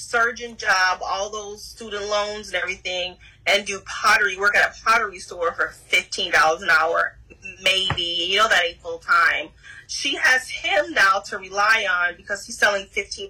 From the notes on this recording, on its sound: Apologies for the sound; I was having issues.